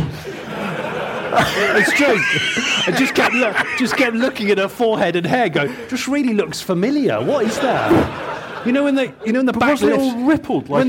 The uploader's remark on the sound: Live from Stellantis. Record in front of an audience at Stellantis HQ in Coventry. Big up the Stellantis crew for hosting us.